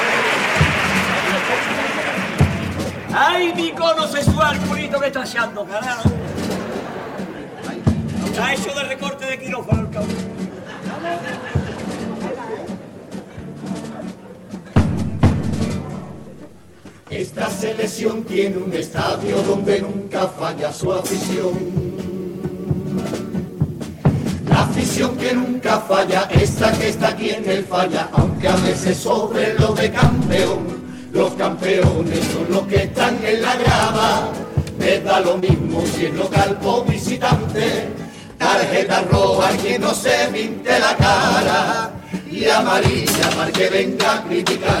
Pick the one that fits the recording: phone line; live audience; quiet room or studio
live audience